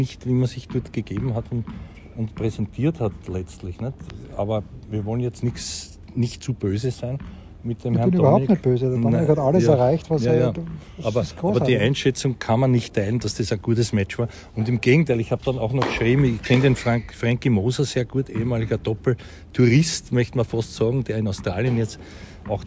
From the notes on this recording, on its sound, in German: Live vom Trainingscourt in der Wiener Stadthalle